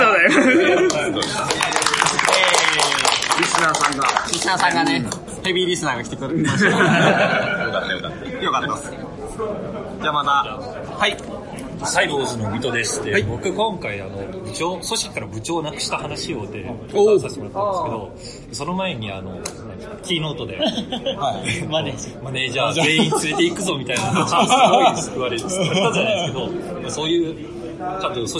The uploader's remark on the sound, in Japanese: Regional Scrum Gathering Tokyo 2020 公開収録！Regional Scrum Gathering Tokyo 2020 の OST で、アジャイルラジオ公開収録させていただきました。